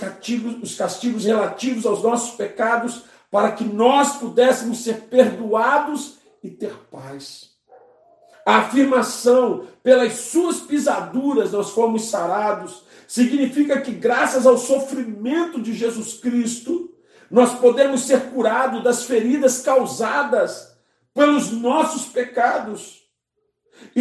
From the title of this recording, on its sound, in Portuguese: Culto de domingo (santa ceia) - 11/04/2021 - Live pelo Facebook e YouTube